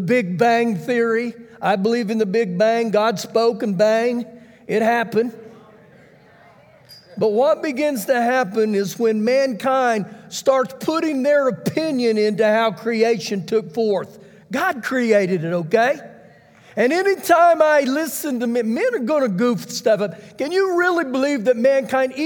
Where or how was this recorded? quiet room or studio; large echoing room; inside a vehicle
large echoing room